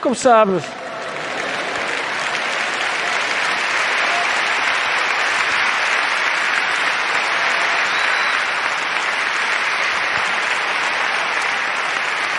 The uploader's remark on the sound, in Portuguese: ao vivo na Altice Arena